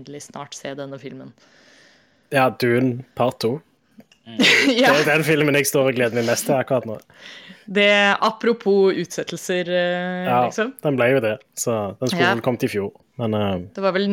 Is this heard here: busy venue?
no